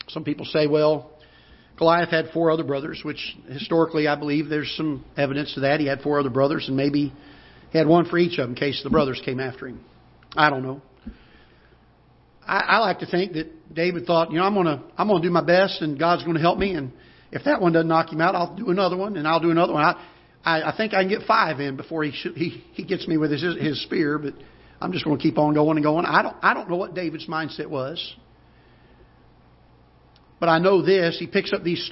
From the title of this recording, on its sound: Ketha Heights Baptist Church ~ Live Broadcast